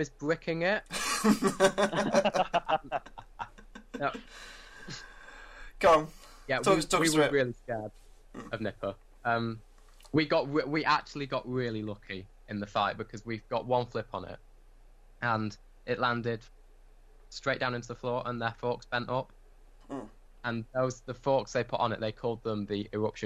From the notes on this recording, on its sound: a difficult podcast to record due to technical issues